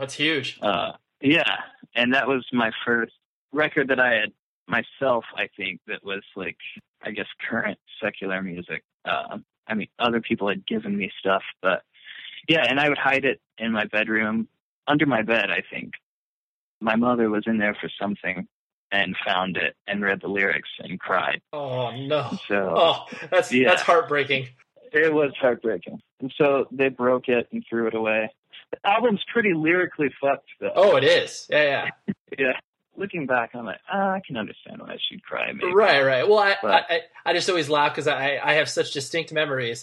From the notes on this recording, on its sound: over the phone